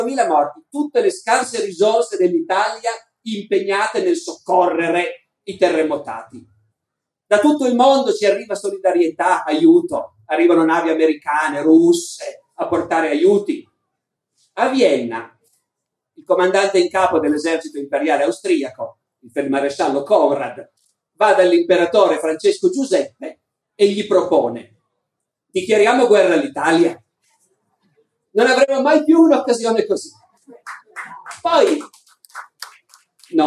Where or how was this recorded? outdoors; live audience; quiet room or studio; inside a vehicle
live audience